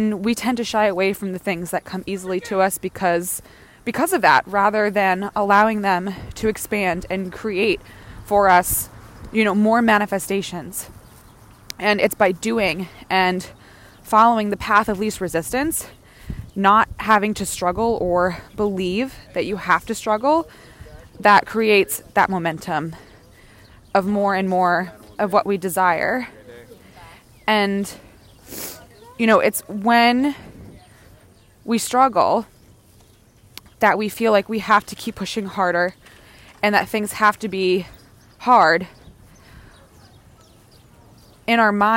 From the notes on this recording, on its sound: Join me on a Wellness Walk-n-Talk for today’s show! Recorded outside, on a walk, you’ll be getting a full sensory experience of being on a stroll with me in NYC— birds, breeze, sirens and construction noise and all.